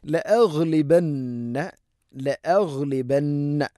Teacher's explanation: ലഅഗ്ലിബന്ന, ലഅഗ്ലിബന്ന നൂൻ ശദ്ദ് മണിക്കണം.